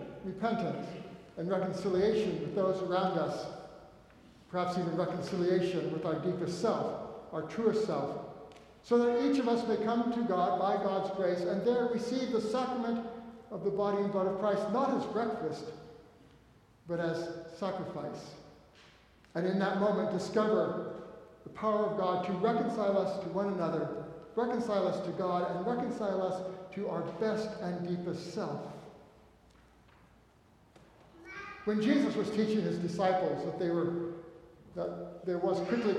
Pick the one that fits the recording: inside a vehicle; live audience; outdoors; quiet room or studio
live audience